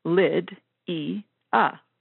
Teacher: The stress is actually on the first syllable